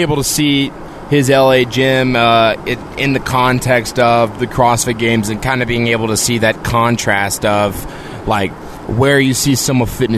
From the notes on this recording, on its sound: Recorded at 30,000 ft